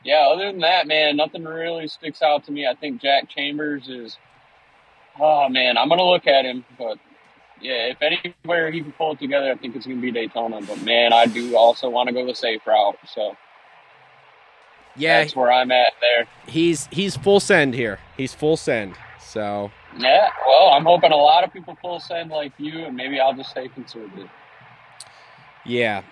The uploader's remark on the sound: jump on the phone